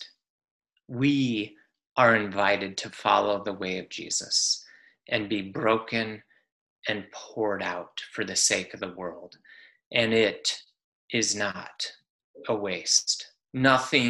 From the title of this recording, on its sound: Palm Sunday Zoom Church